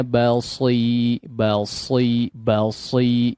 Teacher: sad tetap ditebalkan meskipun dia berharakat kasrah, ya, jangan basi soi, langsung taruh kasrah.